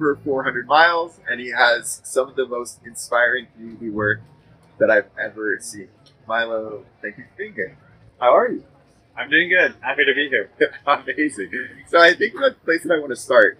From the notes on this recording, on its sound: LIVE FROM CRANKWORX. Audio and video was recorded by Adventure Production.